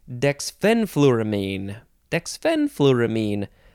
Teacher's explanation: The second syllable is emphasized.